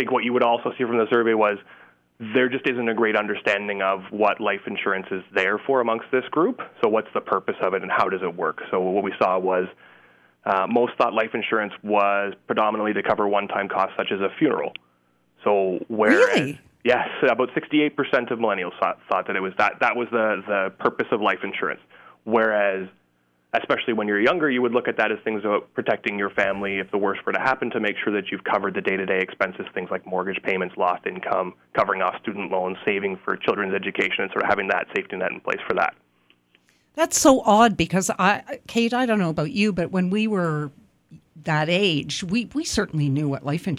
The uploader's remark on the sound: joins us by phone